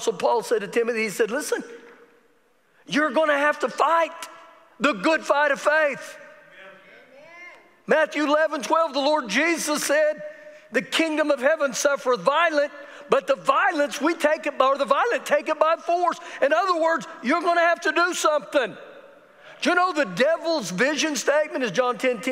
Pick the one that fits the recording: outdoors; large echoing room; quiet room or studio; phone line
large echoing room